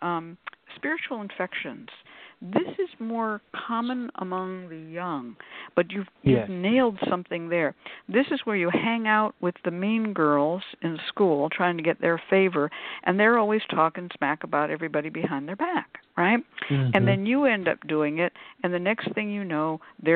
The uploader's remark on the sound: The Lucky Mojo Hoodoo Rootwork Hour is a real, live call-in show. Call in right when the show begins and listen via your phone.